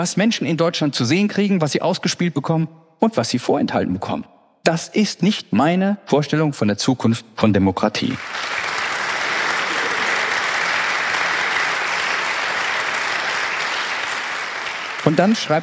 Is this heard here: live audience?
yes